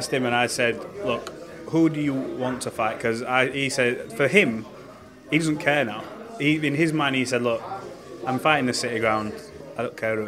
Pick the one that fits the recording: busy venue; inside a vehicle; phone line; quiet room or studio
busy venue